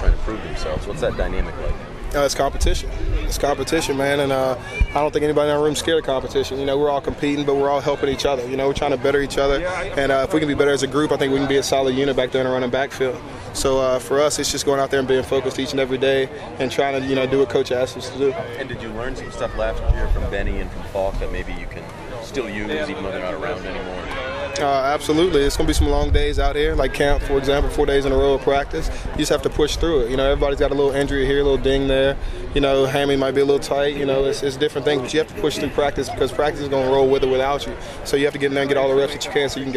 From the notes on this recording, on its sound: Live from Patriots Training Camp